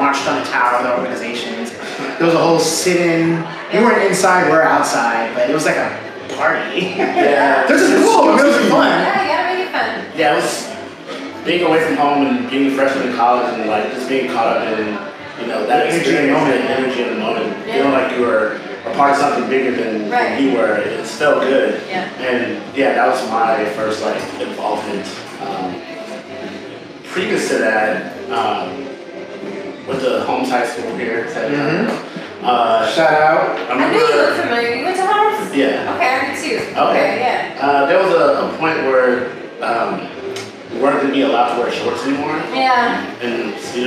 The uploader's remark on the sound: Live from The DownMarket Public Goods in San Antonio.